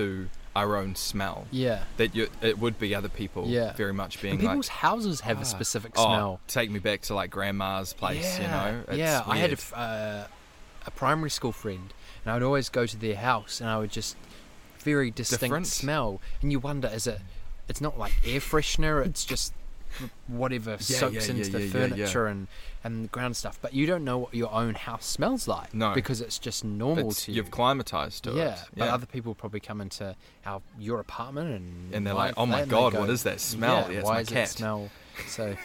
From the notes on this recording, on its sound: Recording beachside, a few hours prior to the wedding. This pod is raw and unplanned!